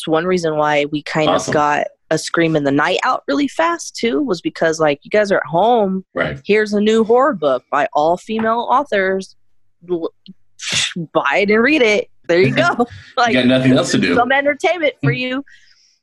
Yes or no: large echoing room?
no